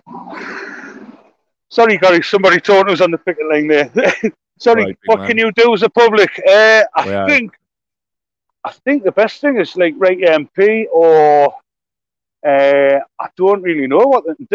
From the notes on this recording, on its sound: live from picket line at Blaydon Delivery Office, Tyne and Wear